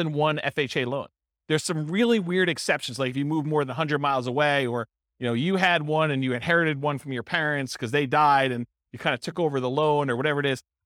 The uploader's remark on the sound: This was a live class recorded